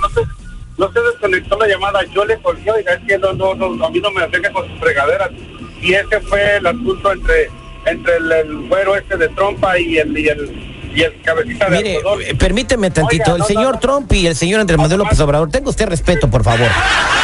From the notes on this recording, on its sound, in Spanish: La llamada telefonica.